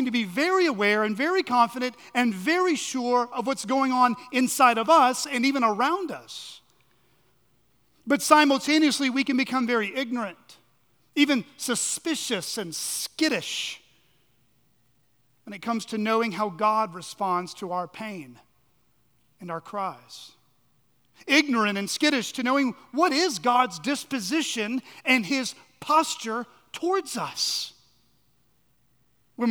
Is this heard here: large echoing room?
yes